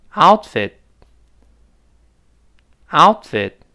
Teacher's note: 那个 fit，这最后那个 t，也失去爆破了，单词末尾嘛